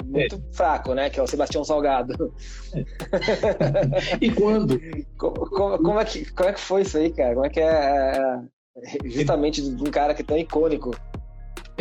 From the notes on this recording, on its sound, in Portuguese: Os episódios são gravados em lives do Instagram